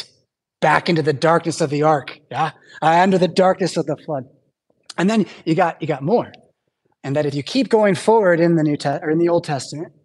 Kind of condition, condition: setting, large echoing room